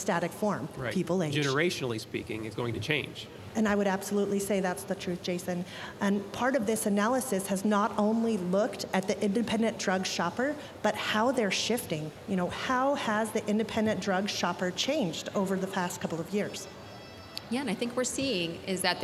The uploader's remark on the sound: at our annual Cardinal Health Retail Business Conference (RBC)